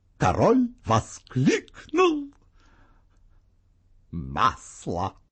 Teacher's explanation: А вот что такое незавершенность. В незавершенности голос идет вверх, и мы как будто ждем чего-то еще добавочного сообщения. · Здесь интонация незавершенности приходится на слово «воскликнул». Сергей Юрский подкрепляет ее еще и емкой паузой.